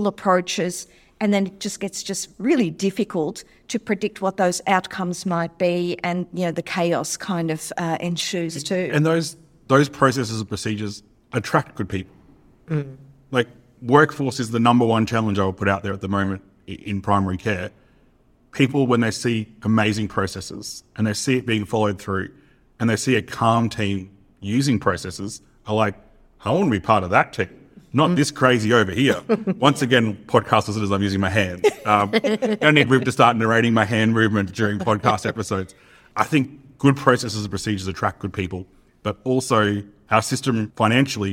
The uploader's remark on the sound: Live from ASLM Conference Cairns. This episode was recorded life at the Australasian Society of Lifestyle Medicine conference in Cairns.